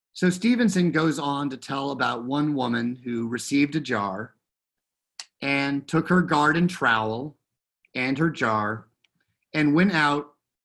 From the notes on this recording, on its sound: Recorded live in Zoom.us